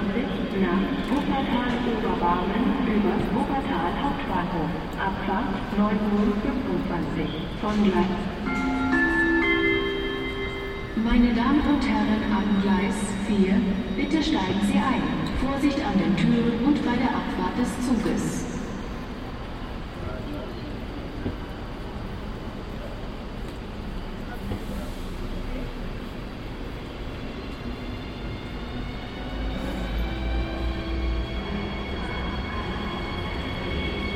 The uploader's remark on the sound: Recorded on Cologne Central Station. Cologne Central Station | Train station sounds for relaxation, sleep or concentration on studying. Enjoy the relaxing sound of trains, people and station announcements! Recorded on Cologne Central Station.